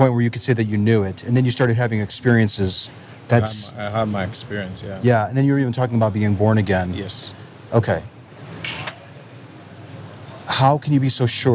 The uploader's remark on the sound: Location: San Antonio, Texas. Recorded w/Go-Pro.